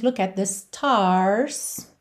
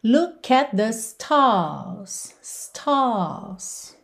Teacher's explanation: no inglês britânico, quando esse R vem depois de uma vogal, ele frequentemente não é enrolado, e o que a gente tem é um alongamento da vogal · Shown in: second take · Então, isso acontece aqui várias vezes, quase toda vez que aparece a letra R.